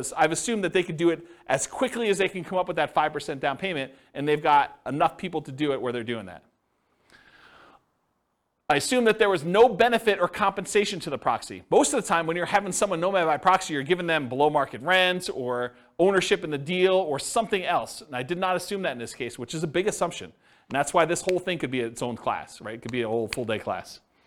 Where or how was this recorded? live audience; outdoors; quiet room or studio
live audience